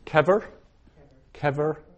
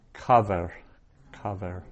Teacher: kever, two short e's, and kaver, long a and the short e